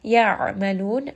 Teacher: ayn is going to have tawassut. It is from the middle of the throat, so you will feel a little bit of constriction. Make sure that you are emphasizing on that because it does have tawassut.